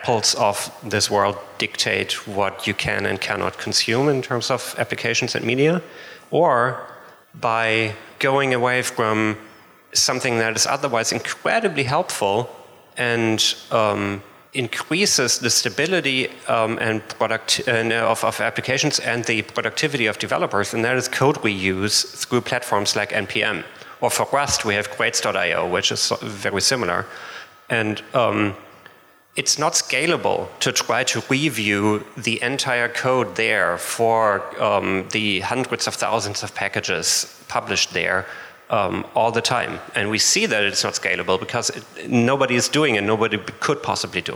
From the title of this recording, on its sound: LIVE from JSConf Hawai'i